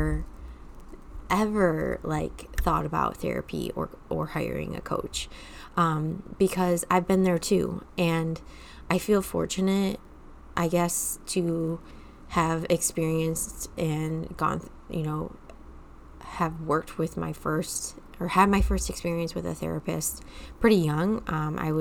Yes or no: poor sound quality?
no